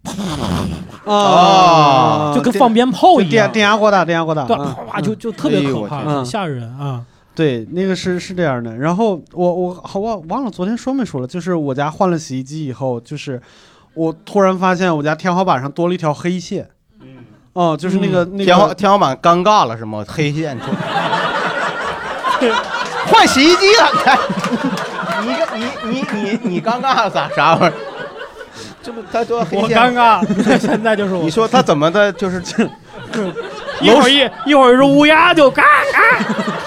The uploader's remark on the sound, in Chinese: 混入现场观众。一边作为观众现场观摩谐聊录制，一边积极举手插话。现场效果炸裂，圆满完成一场宾主尽欢的线下会晤。